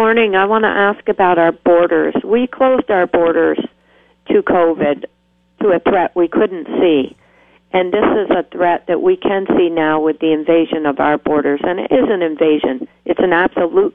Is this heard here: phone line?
yes